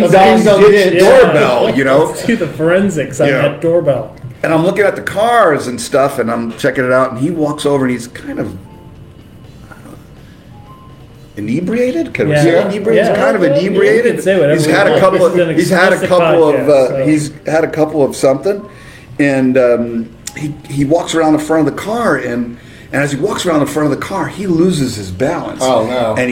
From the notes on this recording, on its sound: Episode shot LIVE at RUTHS CHRIS Steakhouse in Northern Indianapolis, largest one in the United States.